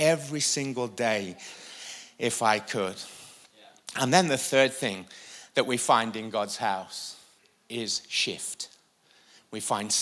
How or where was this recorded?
large echoing room